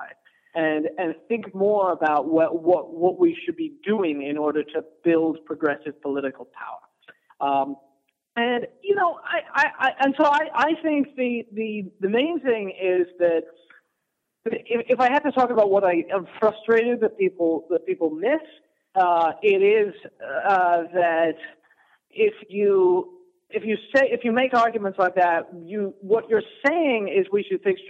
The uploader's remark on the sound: Phone call with Current Affairs magazine.